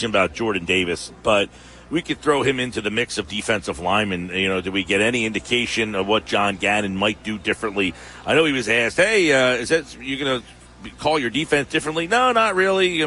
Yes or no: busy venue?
yes